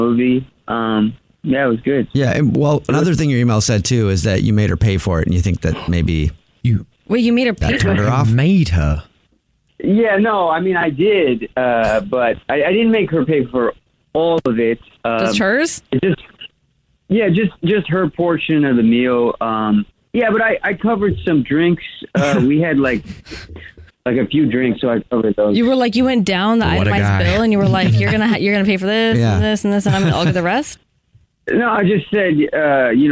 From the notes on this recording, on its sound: We get that other person on the phone